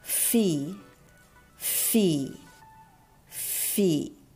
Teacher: の出し方を説明するとまず上の歯を下唇に軽く当てるんですねで下唇の当てる場所なんですがこう内側ですで内側の中でも濡れてるところと乾いてるところの間ぐらいの位置に上の歯を軽く当てますでその状態で上の歯とその下唇の間から息をシューッと出すんですねこれが F の音になります